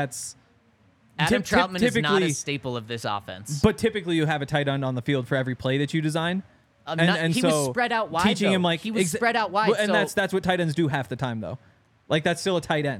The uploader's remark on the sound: coming to you LIVE from the DNVR Bar